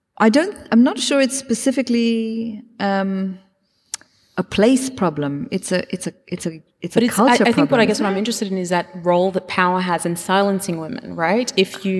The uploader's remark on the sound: This event was recorded on Wednesday 8 March 2023 at The Capitol.